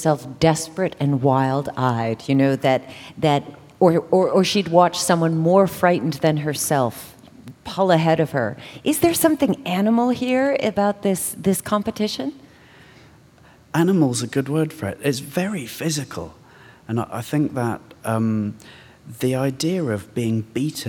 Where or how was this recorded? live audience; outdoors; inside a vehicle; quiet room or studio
live audience